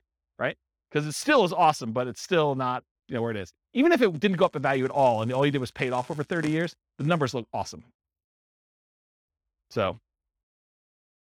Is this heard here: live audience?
yes